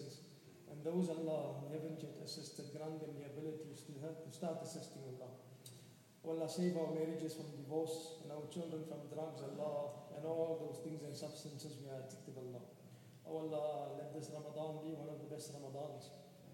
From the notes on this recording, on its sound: 13th Night Taraweeh 2018/1439 at the Houghton Masjid (West Street), Johannesburg, South Africa Ramadan 2018